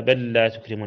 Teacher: إدغام اللام في اللام، متماثلان، والأول ساكن فيدغم الأول في الثاني